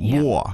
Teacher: Right, and that's a fourth tone, 握.